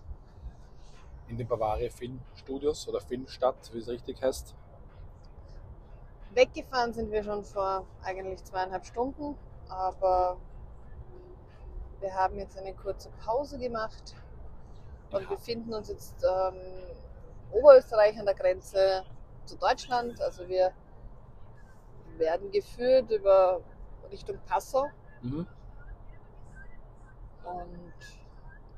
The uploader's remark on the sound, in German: Private Talk im Auto. Mittels Ansteckmikrofonen aufgenommen. Verzeiht uns eventuelle Tonprobleme, falls ihr uns manchmal nicht gut versteht.